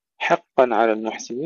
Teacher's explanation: ترقيق الحاء بمجاورة القاف